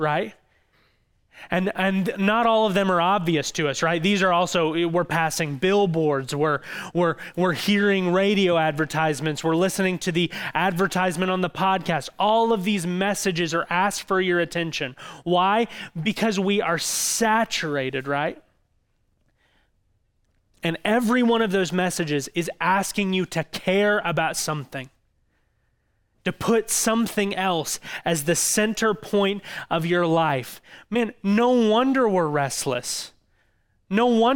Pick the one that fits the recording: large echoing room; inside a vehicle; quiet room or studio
large echoing room